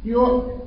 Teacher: خلي بالك وانت بتقراي الهمزه الساكنه وقبلها ياء مضمومه، رجعي شفايفك في الساكن عشان ما يبقاش الهمزه فيها اشمام مع انها ساكنه. شكل الشفايف اثناء قراءه الحرف الساكن ما فيهاش اي حركه، لأن الحركة إما فتحة أو كسرة أو ضم، والسكون ليس به حركة.